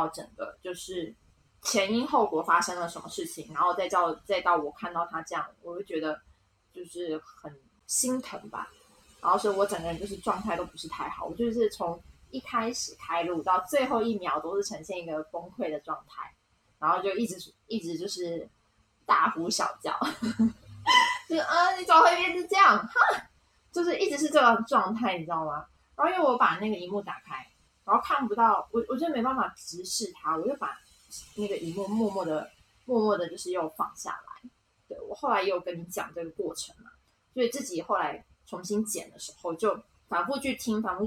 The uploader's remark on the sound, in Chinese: 遠程錄音有點雜音